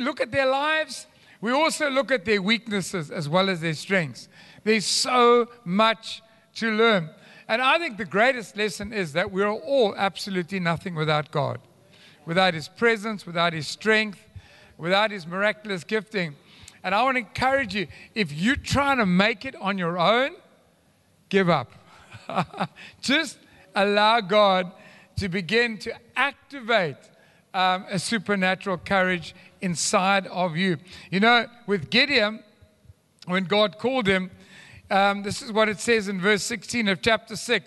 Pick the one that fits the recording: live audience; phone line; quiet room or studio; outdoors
live audience